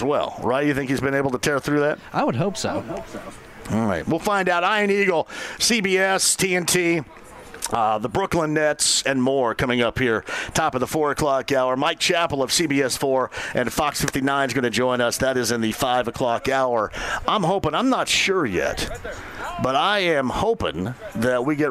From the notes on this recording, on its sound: Live From The Indiana State Fair! Taking some calls from listeners of the show!